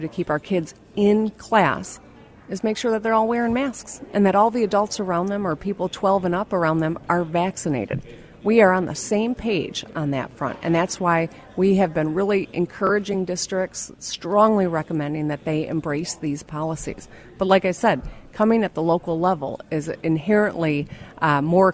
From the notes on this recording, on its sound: from the 2021 Mackinac Policy Conference.